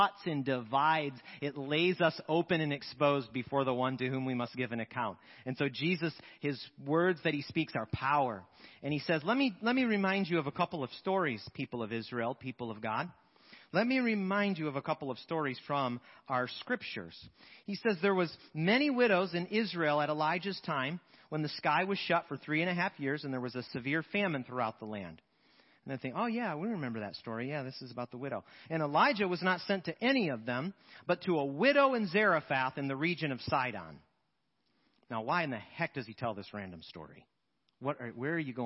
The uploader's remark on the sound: Sermons preached at Church of the Good Shepherd, Maitland, Florida. 10AM Service.